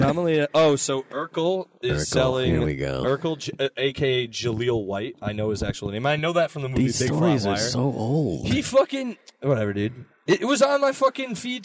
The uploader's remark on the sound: hung out after a show and did a pod in my car.